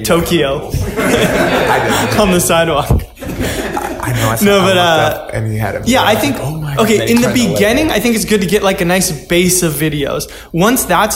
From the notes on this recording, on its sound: This week we're coming to you live from Workbench Con for a round of Q&A!